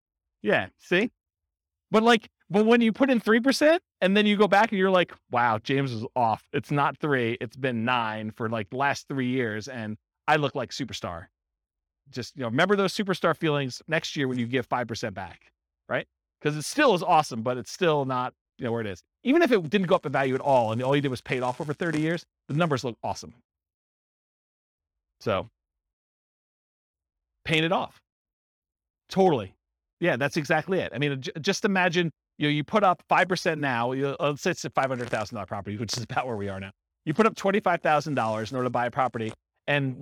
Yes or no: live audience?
yes